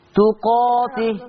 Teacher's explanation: كلمه تقاته تقاته تقرا بالفتح، ما فيها تقليل، ما فيها اماله بالالف